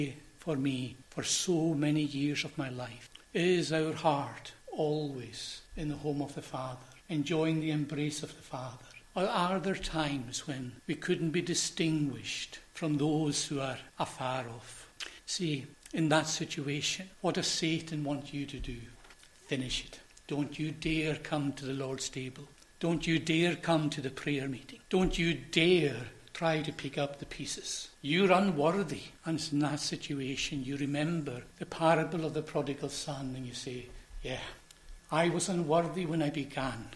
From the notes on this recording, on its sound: recorded at North Harris Free Church on the evening of Friday, 15th September 2023